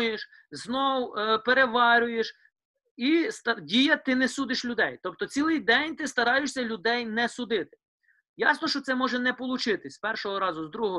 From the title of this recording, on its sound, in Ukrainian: Zoom зустріч